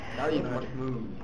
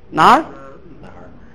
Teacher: We southerners from Shanghai or from Taiwan always say Nari. But people from Beijing tend to say Nar.